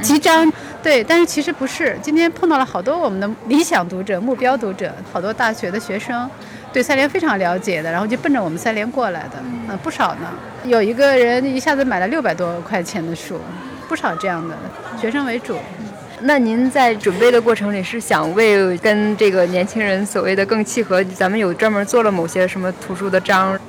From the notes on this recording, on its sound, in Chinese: 大雨里的图书市集。本期节目是活字电波与 2023 北京图书市集·秋季场共同发起的一期节目。以“串摊儿”的方式，在现场随机采访了多家出版品牌练摊儿的编辑，及路过的读者和听友。制作了这期现场感满格的节目，百分百记录了本届图书市集的现场氛围。